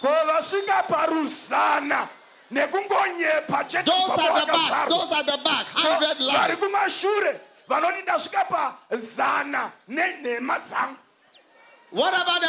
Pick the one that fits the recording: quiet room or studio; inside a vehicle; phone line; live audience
live audience